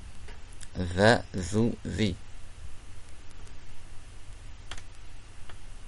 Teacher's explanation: Dha, c'est le bout de la langue avec les incisives